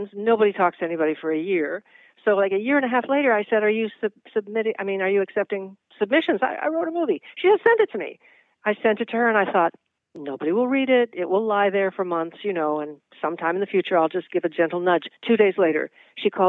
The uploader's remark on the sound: hop on the phone